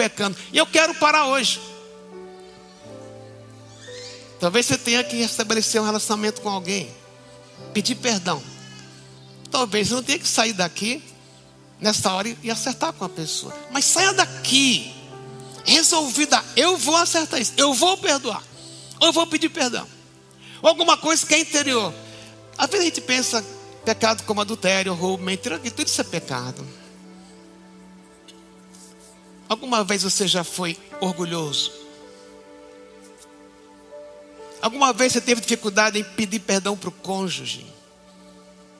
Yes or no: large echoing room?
yes